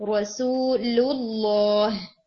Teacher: جو دونوں لام ہیں وہ ہیوی ہوں گے پر یہاں پہ تین لام اکٹھے آ رہے ہیں فرسٹ کو لائٹ رکھیں